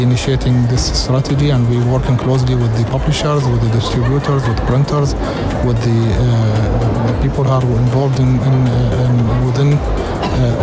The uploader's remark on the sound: Live from SIBF